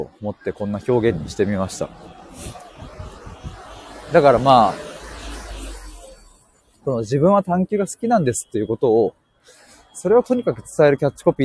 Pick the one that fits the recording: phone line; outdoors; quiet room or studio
outdoors